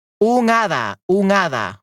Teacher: the H is never, never audible. you can never hear it. It's silent. · Term: the H is silent